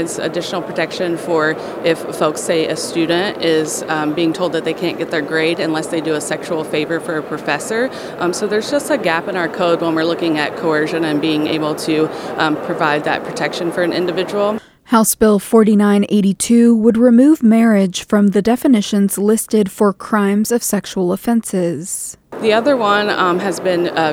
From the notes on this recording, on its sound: Held a press conference to discuss the recent pause on new permits for liquefied natural gas exports.